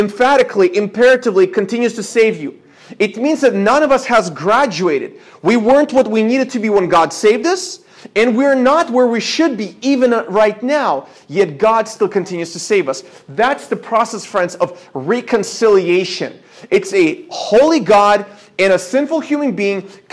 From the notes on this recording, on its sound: This is a sermon I preached at my church